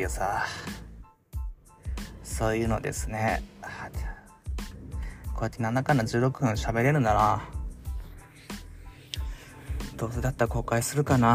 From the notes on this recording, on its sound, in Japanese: 仕事でミスり上司に叱られた直後に社用車の中からスマホ直取りでテンション下げ下げのまま録音しました。